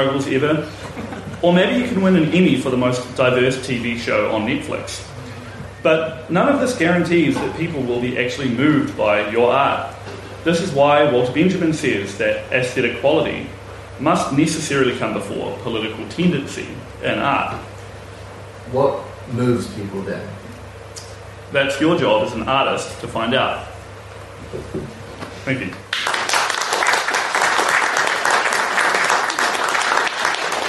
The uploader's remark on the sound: Recording from the 2023 Aotearoa | New Zealand Federation of Socialist Societies conference.